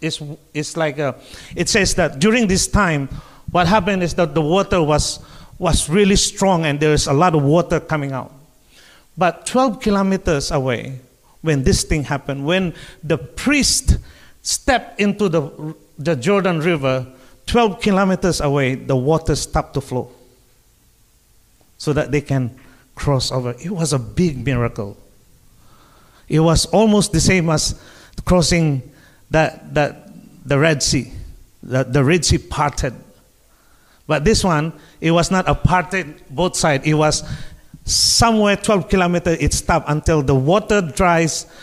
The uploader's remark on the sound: Streamed Live from South Mandurah Uniting Church!